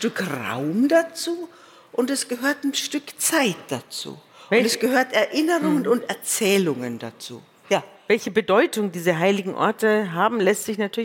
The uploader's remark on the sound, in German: vor dem Publikum unseres Podcast-Festivals